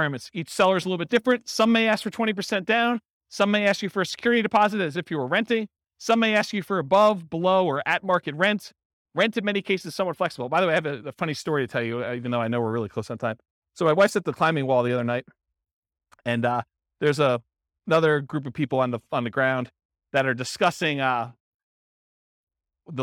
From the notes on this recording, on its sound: This was a live class recorded